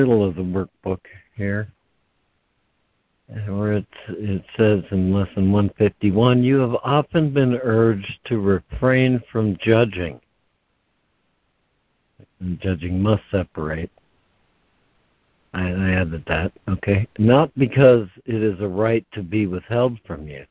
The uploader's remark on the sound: ACIM Daily Conference Call